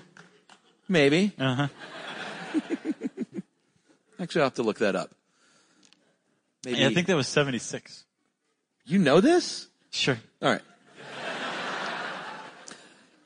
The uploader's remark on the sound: live from Seattle